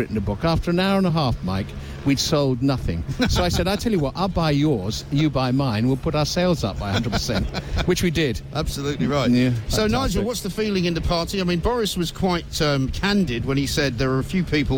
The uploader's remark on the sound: Live from the Tent of Shame on College Green